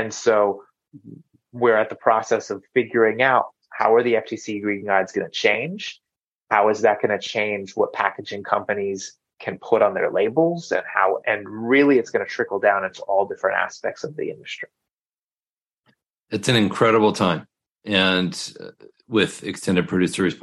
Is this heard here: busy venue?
no